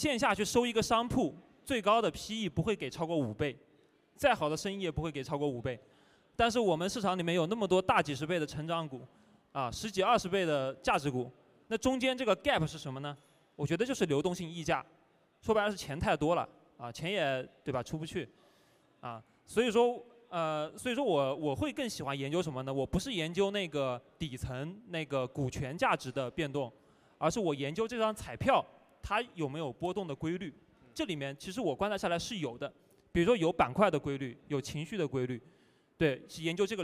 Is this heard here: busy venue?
yes